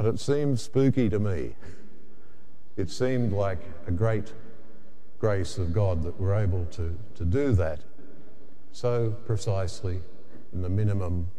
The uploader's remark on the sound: The homily from Sacred Heart Cathedral, Hamilton